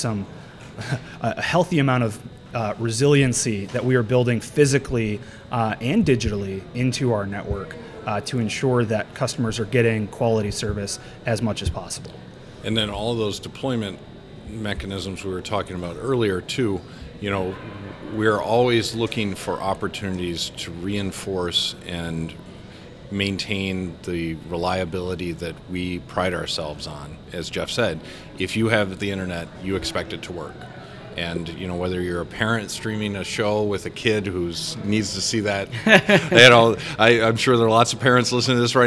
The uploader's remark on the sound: This episode was recorded live at the 2023 West Michigan CEO Summit.